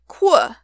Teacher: Now, people think that the Romans, at least initially, used the letter for a slightly different sound, which is basically like saying the letter K, while at the same time having your lips rounded like you'd have them for a W or a U sound, which sounds a lot like qu, so it was often written as QU, or really QV, because remember at that time they used V for the U sound.